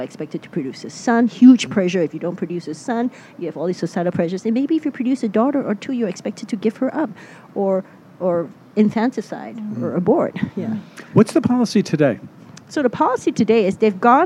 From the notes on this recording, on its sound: This week’s show features more interviews from the Los Angeles Times Festival of Books.